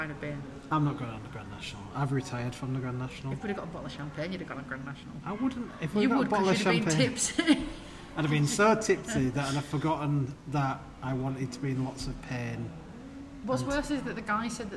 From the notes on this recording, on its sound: AT THE PARK: Blackpool Pleasure Beach Valhalla Special. FROM BLACKPOOL PLEASURE BEACH. Record an episode from the park. Enjoy the sounds of the park in this immersive episode.